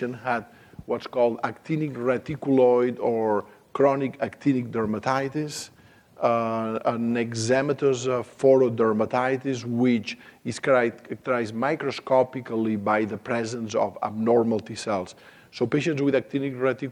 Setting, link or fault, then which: setting, live audience